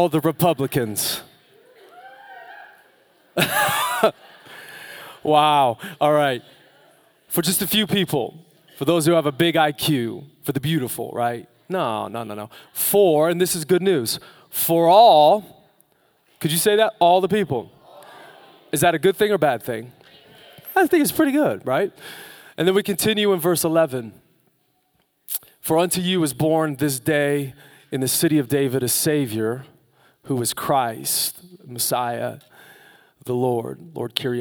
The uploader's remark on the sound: Live from Capital Church on Christmas Eve 2019.